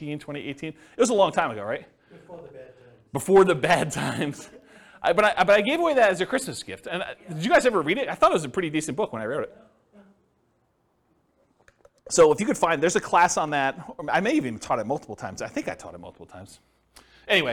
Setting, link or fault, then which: setting, live audience